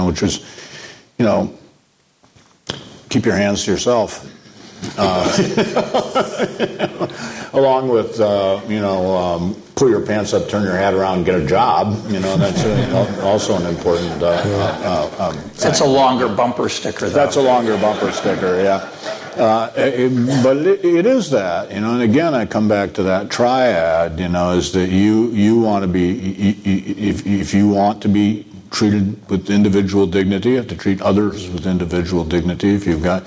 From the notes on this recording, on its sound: In front of a live audience at the Cato Institute.